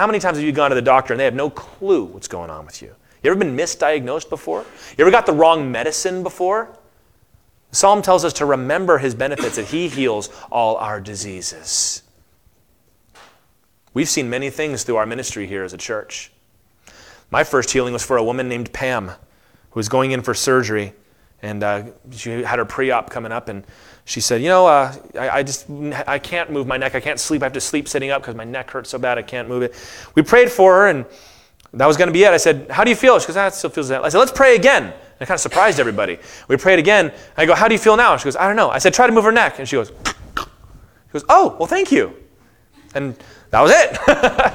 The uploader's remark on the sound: Session 4 of the 2023 IronWorks Afterglow Conference!